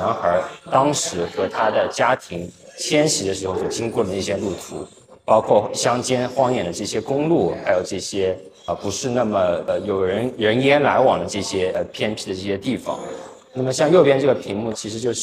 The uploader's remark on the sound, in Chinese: 艺术家群展「苦地宣言」现场导览